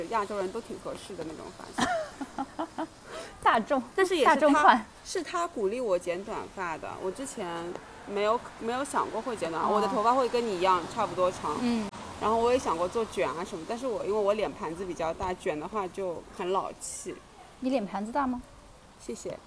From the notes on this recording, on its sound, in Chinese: 这期节目我们本来想边走边录的，但是奈何我们设备太差，马路上也有噪音，只好站在一个防范区小区门口给大家录节目了～剪辑的时候，特别没有把背景音消掉，让大家感受下上海下雨天吧